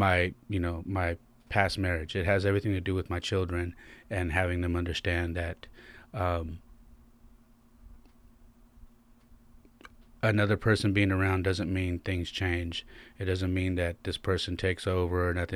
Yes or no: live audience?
no